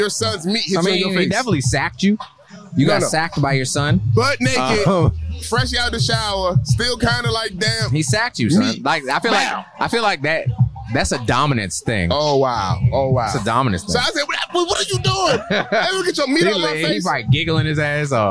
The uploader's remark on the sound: We took the LAID Podcast on the road to the DJ Sound Off battle